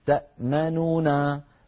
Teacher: نا ميم مفتوحة نون مضمومة نون مفتوحة، ثلاثة أحرف غنة متتالية متحركة. فلو تأملناها نجد فيها شيء من الثقل في توالي هذه المتحركات المغنونات، تأمنونا.